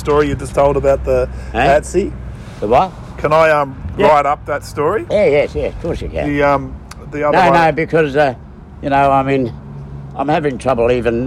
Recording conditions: phone or laptop microphone